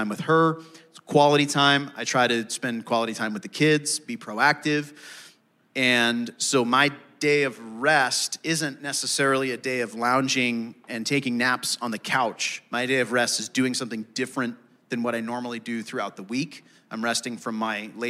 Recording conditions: live audience